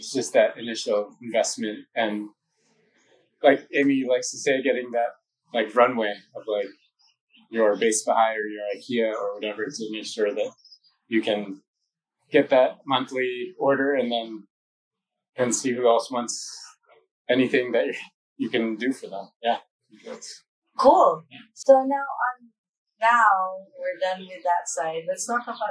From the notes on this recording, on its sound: This is a rough cut, just a spur of the moment interview so bear with us, the sound quality needs improvement...